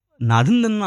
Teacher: नाधिन धिंधा असं म्हणताना अल्पप्राण महाप्राण यांचं एक सुंदर असं मिश्रण त्याच्यामध्ये चालू असल्यामुळे त्याची नादमधुरताही वाढते